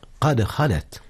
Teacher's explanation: جميل، إذ هي ساكنة، والدال إذا سكنت تقلقل كالباء والجيم والطاء · Term: قلقلة